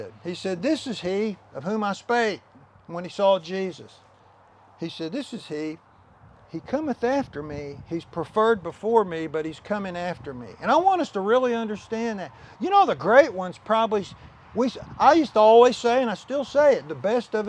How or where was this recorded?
outdoors